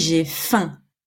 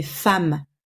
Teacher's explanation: Tu ne prononces pas le « m » à la fin. · Shown in: first take · Sinon, ça fait « femme ».